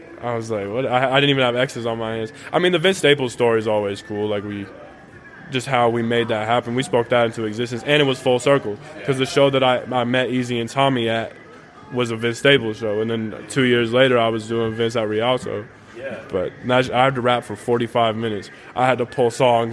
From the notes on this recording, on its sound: Recorded live on New Year's Eve from South Sixth Bodega at their new home inside the Tucson Mall.